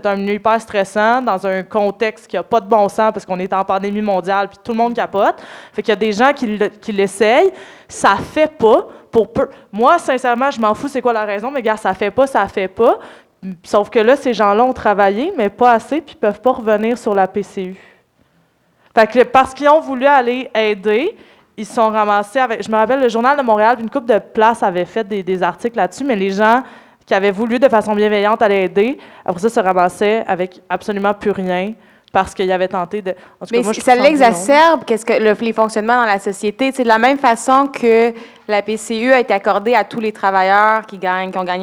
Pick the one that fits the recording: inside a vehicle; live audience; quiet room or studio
live audience